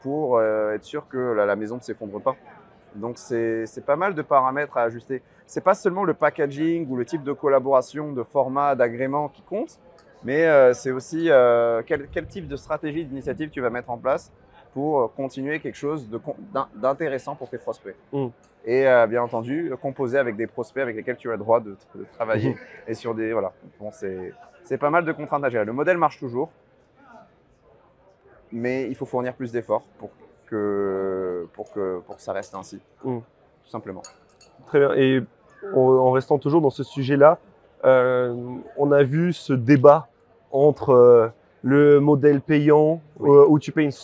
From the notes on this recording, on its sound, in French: que nous avons eu la chance d'enregistrer durant le Stable Summit à l'ETHCC